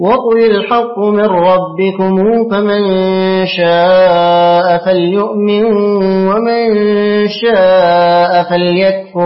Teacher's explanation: مقرأ القانون بصلة الميم